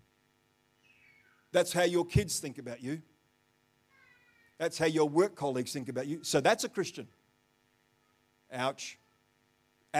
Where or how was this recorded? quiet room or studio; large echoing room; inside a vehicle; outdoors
large echoing room